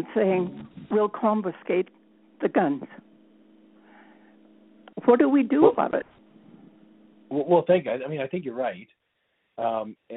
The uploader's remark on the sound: Interactive telephone town hall. Public Safety Telephone Town Hall (Rural Alberta).